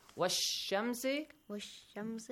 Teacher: Do I say the lam? I skip it. So I directly join waw to sheen. And our sheen has a tashdeed.